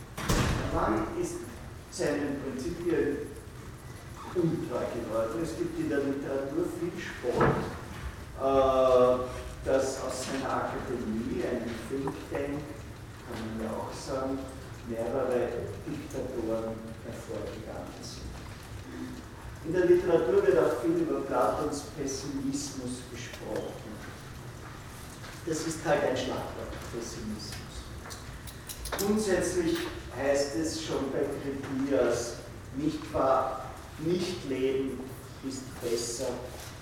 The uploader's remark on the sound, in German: Diese Vorlesung wurde von Studierenden aufgenommen